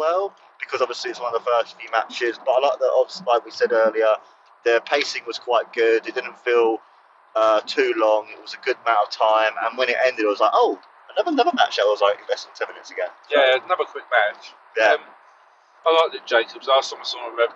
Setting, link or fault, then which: setting, inside a vehicle